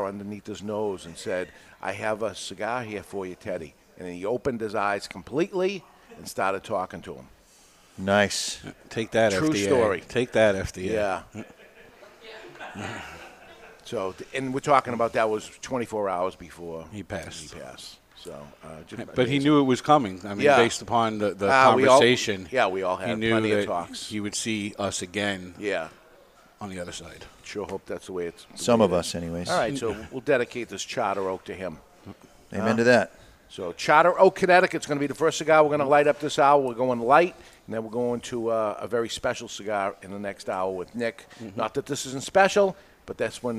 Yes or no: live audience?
yes